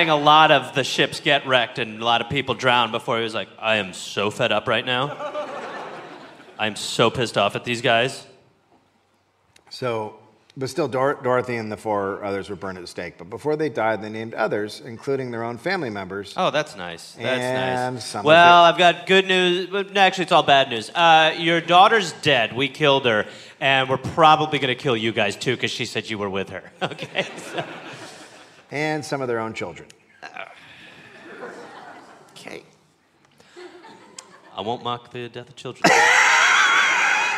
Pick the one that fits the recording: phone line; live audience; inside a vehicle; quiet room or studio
live audience